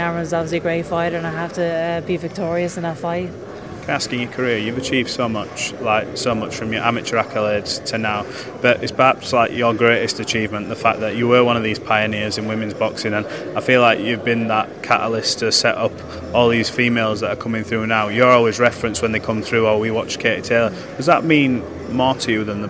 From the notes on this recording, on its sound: at the press conference